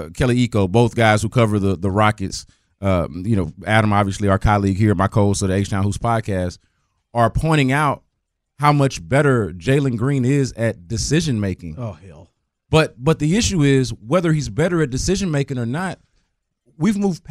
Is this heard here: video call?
no